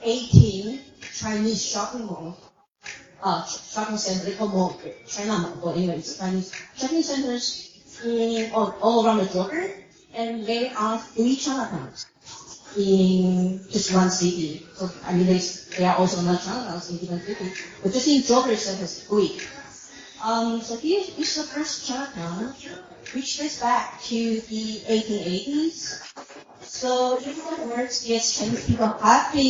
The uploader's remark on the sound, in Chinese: 原声现场｜中非文化沙龙。上海中非关系研究网络（ China-Africa Shanghai International Network ， CASIN ）在上海举办了第二场中非文化沙龙。本期播客受权分享演讲部分的现场录音。